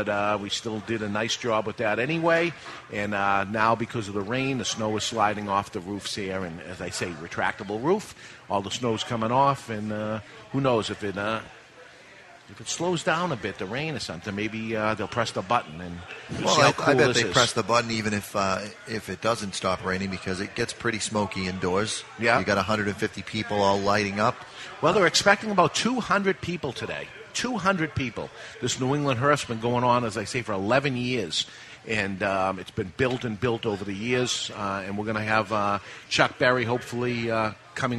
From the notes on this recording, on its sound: Live from The Cigar Bar in Worcester, MA for this year's big NERF!